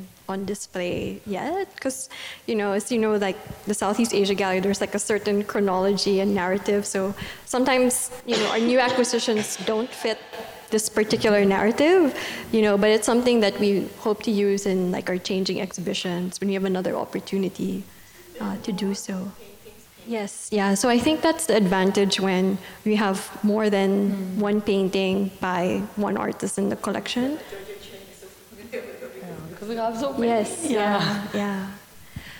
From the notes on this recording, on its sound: This session was recorded live in November 2019 at National Gallery Singapore.